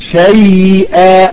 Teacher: لكون صفة الرخاوة موجودة في الياء فلابد أن يجري صوت الياء